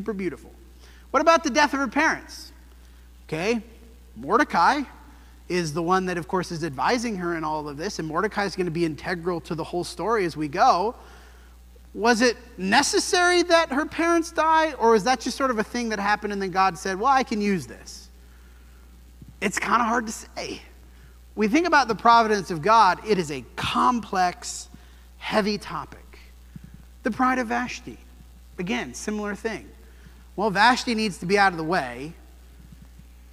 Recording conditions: large echoing room